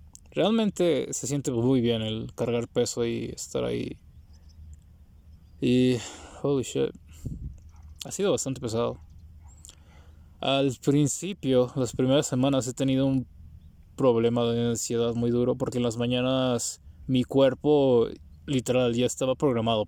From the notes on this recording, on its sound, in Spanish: podcast gravado en la mitad de la nada, con la naturaleza alrededor